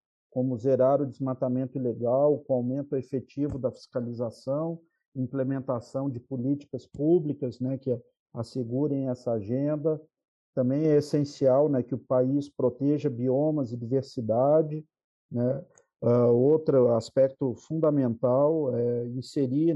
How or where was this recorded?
video call